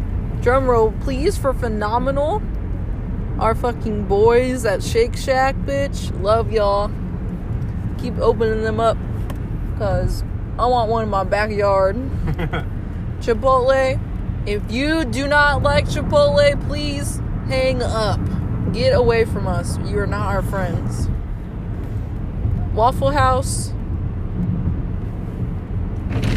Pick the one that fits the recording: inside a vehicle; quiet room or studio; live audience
inside a vehicle